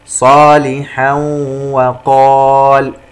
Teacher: تنوين وبعدها حرف الواو إدغام بغنة